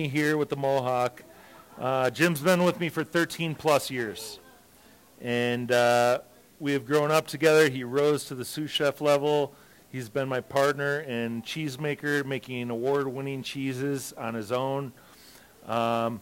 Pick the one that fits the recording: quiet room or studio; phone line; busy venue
busy venue